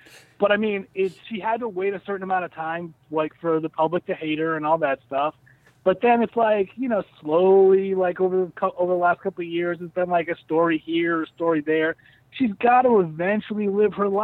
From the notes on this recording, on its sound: are once again joined on the phone